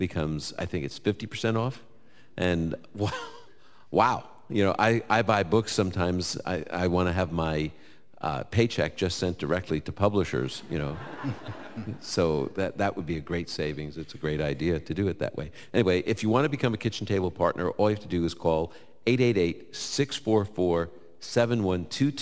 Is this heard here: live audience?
yes